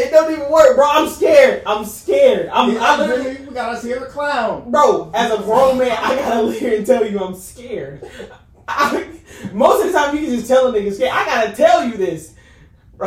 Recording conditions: poor microphone